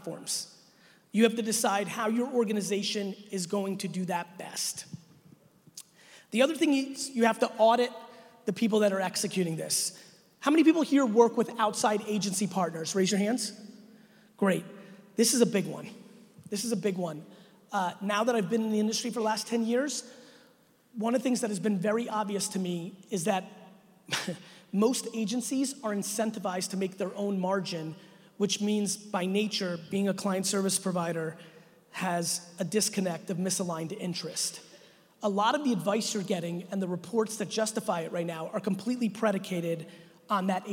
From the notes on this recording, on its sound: a brand new keynote I did at the 2019 Financial Brand Forum in Vegas on April 15th